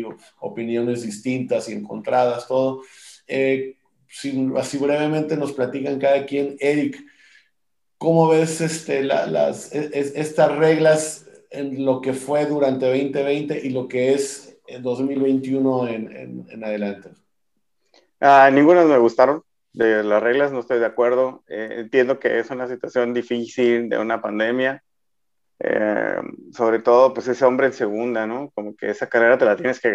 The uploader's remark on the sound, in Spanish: De manera virtual, obvio, vía Zoom.